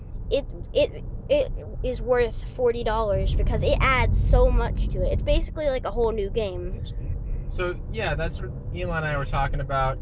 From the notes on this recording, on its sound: Again In The Car.